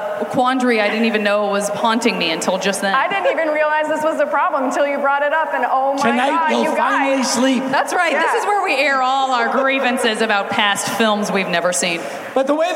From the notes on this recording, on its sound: Live from Id10tfest